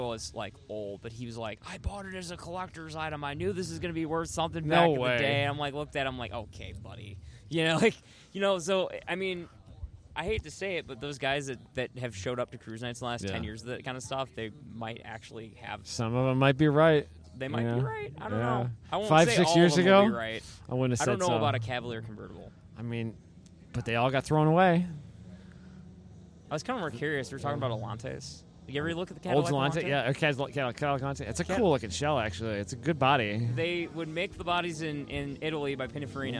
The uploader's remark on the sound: In the Paddock at West Michigan Honda Meet 21